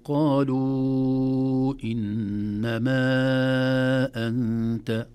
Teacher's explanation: قالوا إنما، المد فوق الواو والمد فوق الألف، هذه علامة المد التي تكتب في المصحف أو ترسم في المصحف من اصطلاحات الضبط التي وضعها علماء الضبط ليساعدوننا على المد أكثر من المد الطبيعي. في الأصل قالوا إنما مد طبيعي، لكن جاء بعدها همزة فتحول من مد طبيعي إلى مد زائد، يسمونه مد زائد عن الطبيعي أو مد فرعي وليس مد أصلي. · Term: مد جائز منفصل